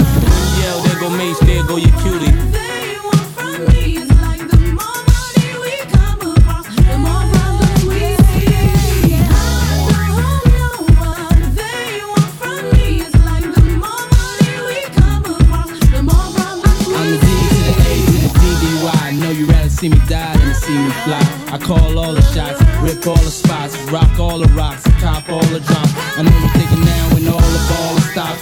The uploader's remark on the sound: Live Wedding Mix recorded on July 27, 2019 at The Venetian